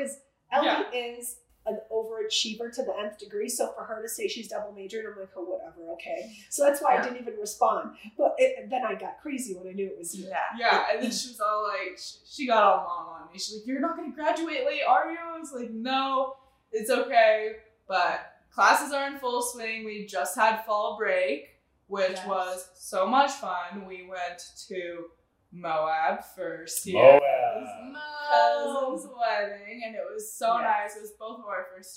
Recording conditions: poor microphone